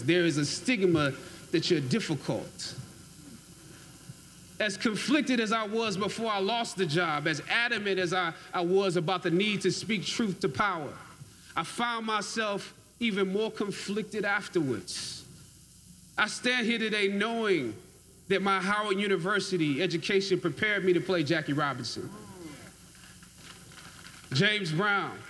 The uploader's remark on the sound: Howard University 2018 Commencement Speech.